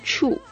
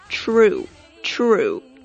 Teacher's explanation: 实际上我们这里边应该能够听出来有一个 R 音在里边，true，你的舌头是会打卷的 · Shown in: second take